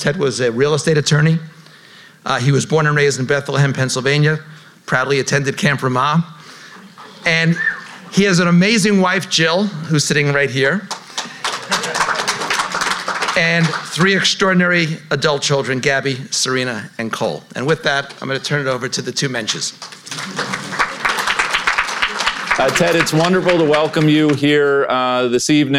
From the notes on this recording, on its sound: Recorded in front of a live audience